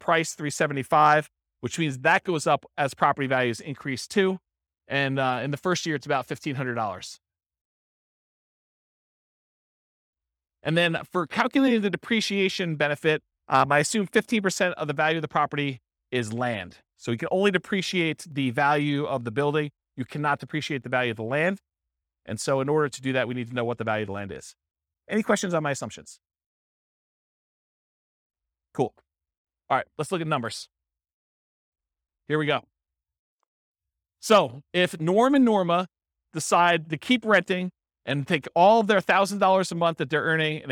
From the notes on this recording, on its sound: This was a live class recorded